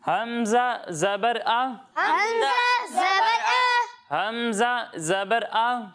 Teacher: جب ہم حمزہ کی ادائیگی کریں گے تو اسے حلق کے نیچے والے حصے سے پڑھیں گے